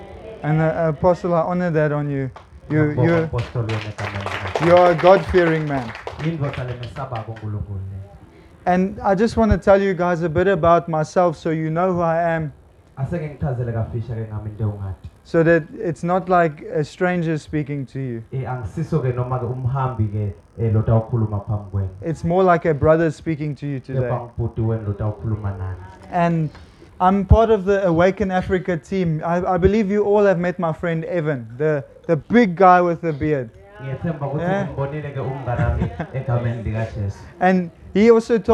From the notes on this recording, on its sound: preached at a tent gathering in Swaziland